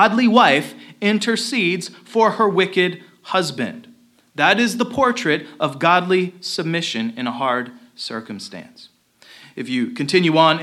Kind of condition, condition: setting, large echoing room